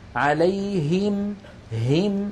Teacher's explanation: الهاء من فين؟ أيضا من أقصى الحلق